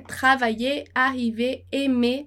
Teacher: todo esse er no francês, ali para os verbos, ele é pronunciado e